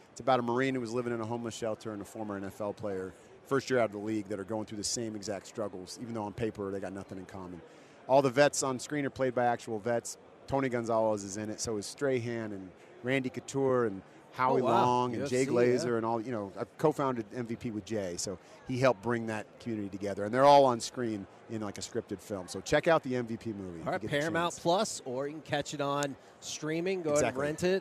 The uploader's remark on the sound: LIVE from Radio Row in Las Vegas!